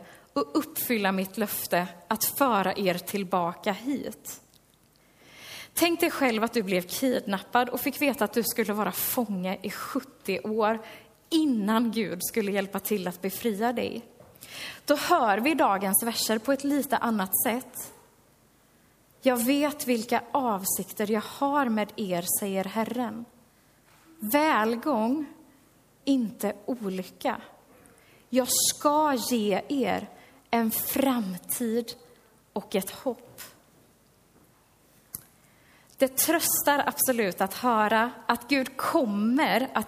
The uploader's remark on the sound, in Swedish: Inspelad under gudstjänst i Löfstadkyrkan i Tranås